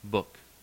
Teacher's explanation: The fairly back, fairly close, rounded vowel, upsilon